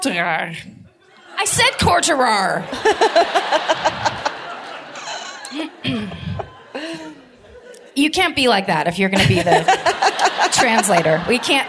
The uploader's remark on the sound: Live at the De Meervaart in Amsterdam (2018)